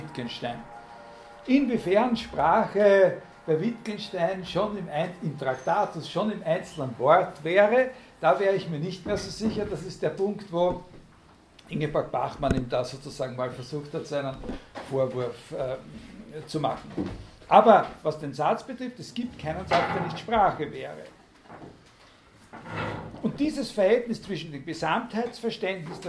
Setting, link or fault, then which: setting, large echoing room